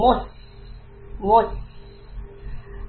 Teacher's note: Push your lips out, make a tight round circle with it, and for the seen sukoon again, flatten the lips. Don't keep it rounded anymore, because seen here is not in a dhamma position, it is in a sukoon position.